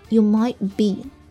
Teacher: Might,词尾的 T,省掉留下 T 的位置